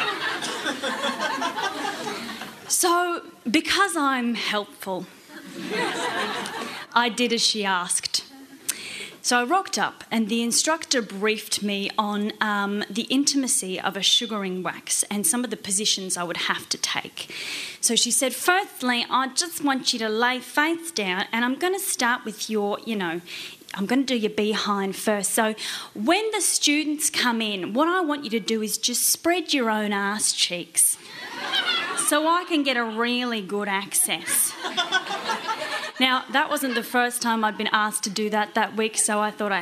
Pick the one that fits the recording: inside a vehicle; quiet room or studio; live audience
live audience